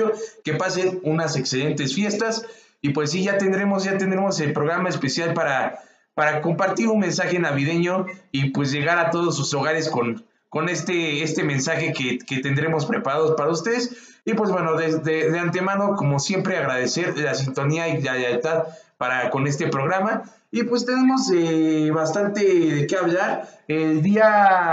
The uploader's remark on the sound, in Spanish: Disculpas por las fallas tecnicas de audio